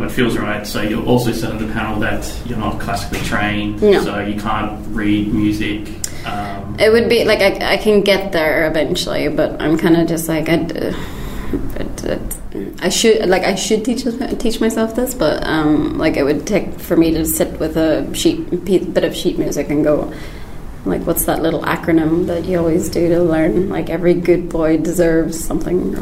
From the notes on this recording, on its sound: Recorded 6th October 2019 at High Score 2019!